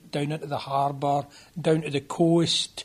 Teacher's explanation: In fact, it can still be found in English dialects in Scotland. Here's a clip of a speaker from Glasgow that illustrates that trilled R in modern English.